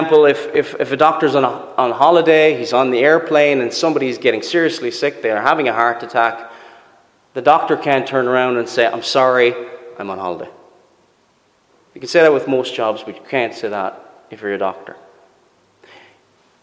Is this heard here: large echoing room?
yes